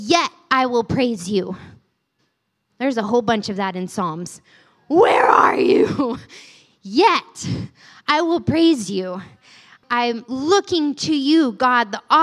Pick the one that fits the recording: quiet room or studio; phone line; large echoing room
large echoing room